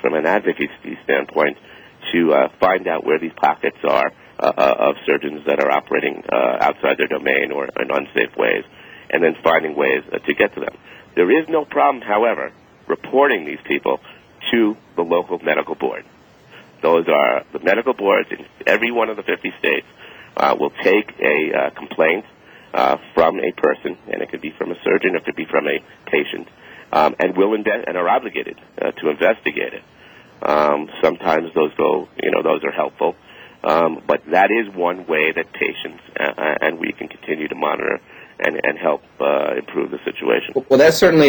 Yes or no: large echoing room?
no